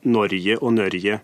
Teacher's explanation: Ja, På Østlandet, særlig på flatbygdene, var det vanlige eh, Norge eller Nørje. Legg merke til at det har eh, det vi kaller tonem 1, eller enstavings tonelag.